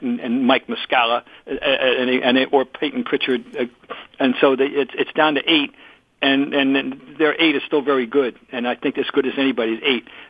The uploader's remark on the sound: Calls. Phones.